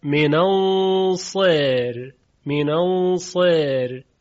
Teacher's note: در اصل در وقف را ساکنه و ترقیق میشه